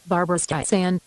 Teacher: the last syllable should be pronounced with an S, not a Z · Term: S sound